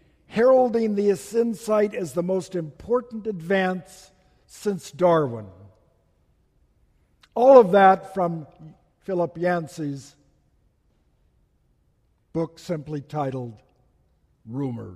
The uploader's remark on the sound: Message delivered during the Tradional Worship service.